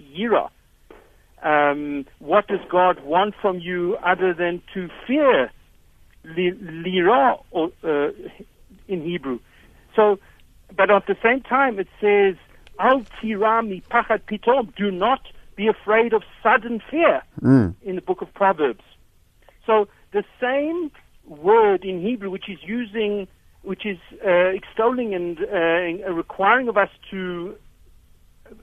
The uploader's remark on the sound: Guest on the phone